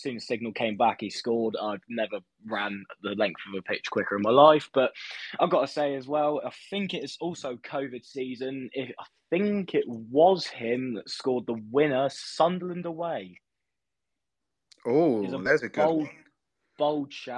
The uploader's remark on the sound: Twitter Space Reaction